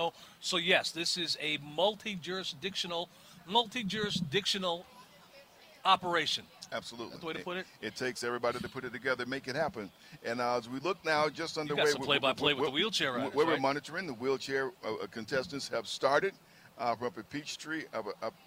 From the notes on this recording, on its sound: Live from the PeachTree Road Race.